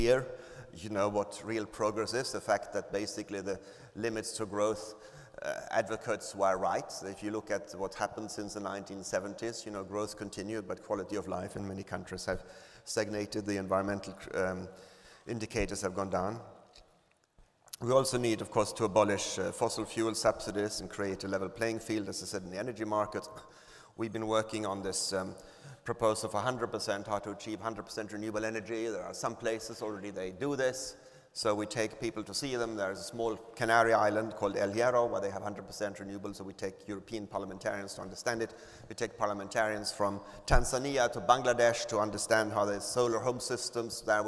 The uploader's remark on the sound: Entrepreneurship Summit 2016 – Keynote. Beim Entrepreneurship Summit 2016 in Berlin.